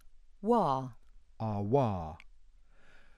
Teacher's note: the voiced labial velar approximant, wa. Ah, wa.